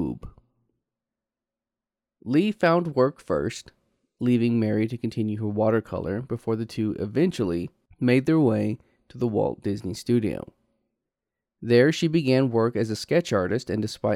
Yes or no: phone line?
no